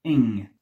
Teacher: pronunciate in un modo che non completa del tutto il suono g